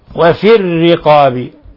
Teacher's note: الراء جاءت مكسورة كسرا لازما فلا بد من ترقيق الراء